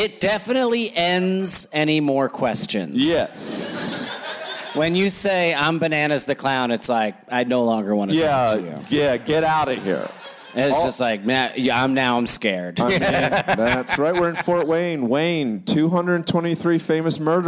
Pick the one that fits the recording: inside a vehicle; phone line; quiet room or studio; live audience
live audience